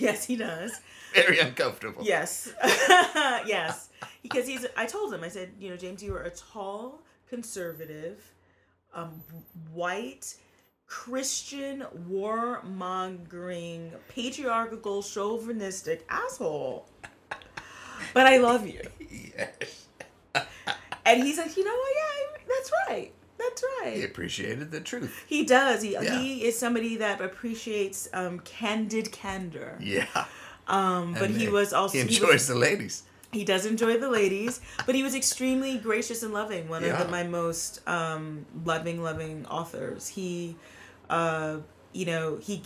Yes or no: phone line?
no